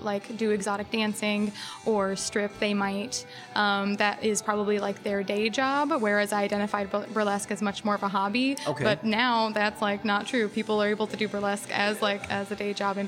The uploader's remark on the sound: Recorded at our local coffee house (Espresso Royale at the Crossing if you must know)